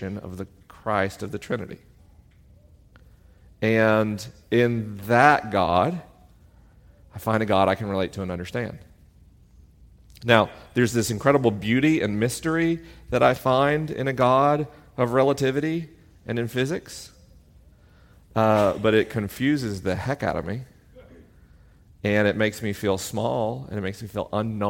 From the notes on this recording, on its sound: LIVE in Atlanta, GA. This week is a live episode: the questions are unscreened and the answers are unrehearsed.